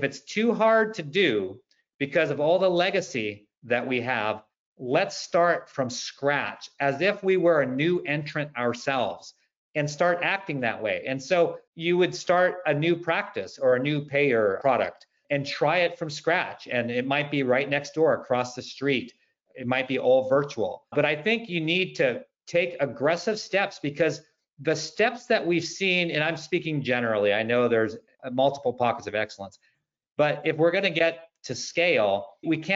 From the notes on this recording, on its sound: In this episode, we share the audio from a recent webinar.